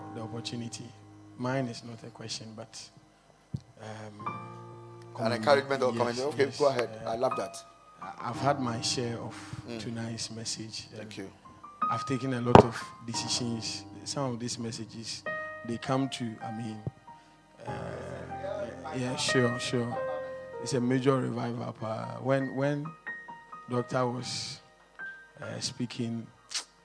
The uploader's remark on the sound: Preached at the Kingdom Sight Service